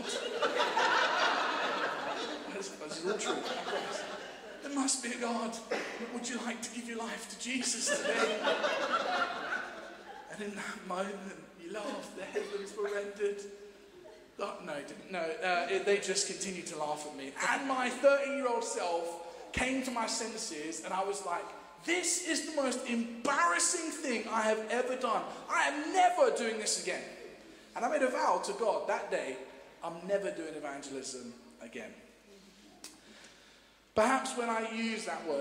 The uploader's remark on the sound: Streamed live at St Paul's Shadwell